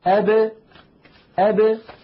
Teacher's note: فهذه 5 يا إخوة خالفت القاعدة الأصلية، عند سكونها لا تخرج بالتصادم، يعني الباء إذا كانت ساكنة لا تقول العرب أب هكذا بالتصادم أب، وإنما يقولون أب أب، يعني يخرجونها بالتباعد بين طرفي عضو النطق هكذا أب أ ب ب، تبتعد الشفتان كأن الحرف متحرك مع كونه ساكن. · Term: القلقلة